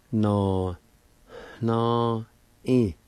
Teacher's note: put the aspirated sound, the H sound, right before the N in the middle of the word